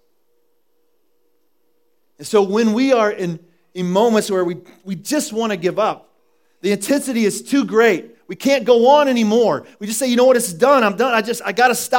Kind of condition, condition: setting, large echoing room